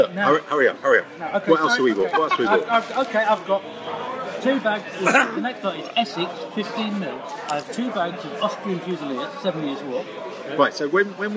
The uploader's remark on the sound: A "straight to live" recording made in the beer garden of the Fox pub at the ExCeL Centre, London. Admittedly this is not the most salubrious of locations, however Audacity software has managed to iron out most of the background noise making this a pretty solid podcast recorded live in the Fox, which this particular weekend has been the resting place for weary and thirsty gamers escaping from the mega-show that was Salute!